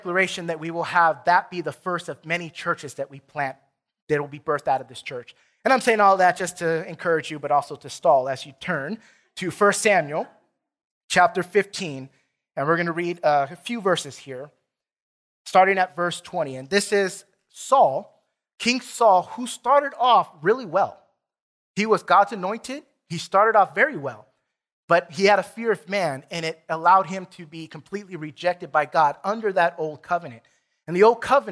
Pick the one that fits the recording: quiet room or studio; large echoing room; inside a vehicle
large echoing room